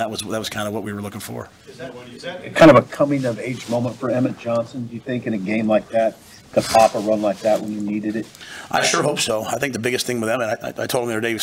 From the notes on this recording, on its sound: Purdue Post Game Press Conference.